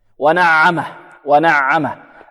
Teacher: هذه العين متوسطة بين الشديد وبين ماذا الرخو، نعطيها يعني يخرج الصوت منها، يعني يخرج الصوت معها خروجا متوسطا.